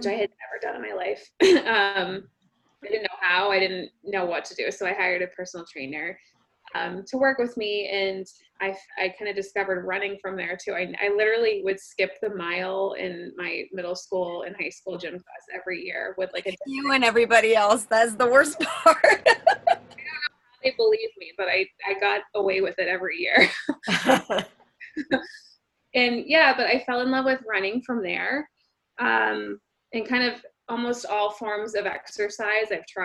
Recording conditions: video call